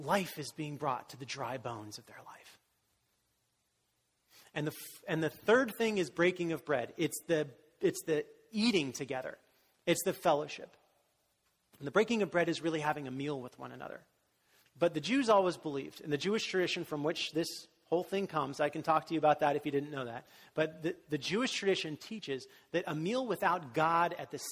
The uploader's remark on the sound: was delivered during the Contemporary Worship service